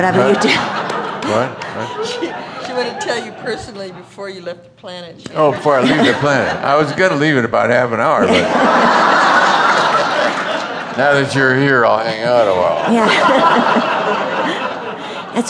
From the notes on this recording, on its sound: answers questions from the audience